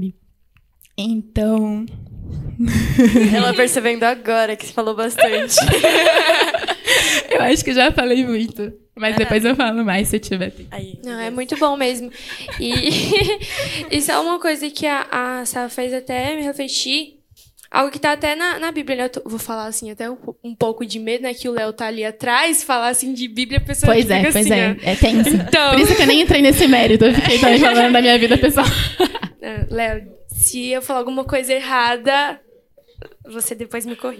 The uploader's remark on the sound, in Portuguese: O nosso primeiro episódio ao vivo com plateia está no ar!